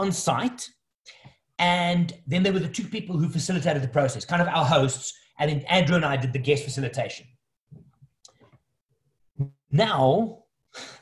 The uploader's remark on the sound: The audio of a webinar that I recently hosted.